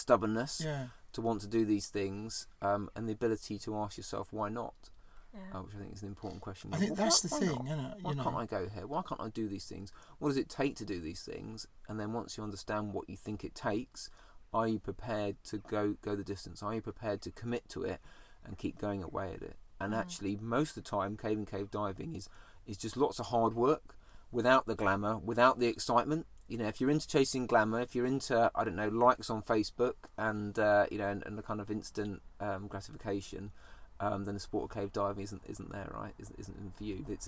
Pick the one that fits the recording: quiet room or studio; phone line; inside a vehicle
inside a vehicle